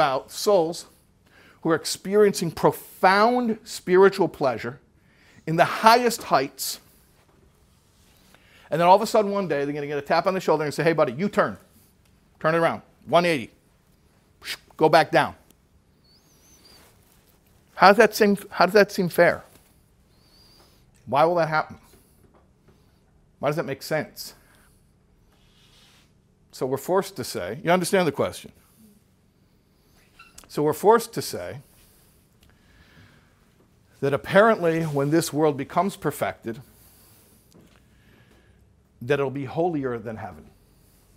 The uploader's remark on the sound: Recorded in front of a group of college students from Aish UK on a trip to NYC.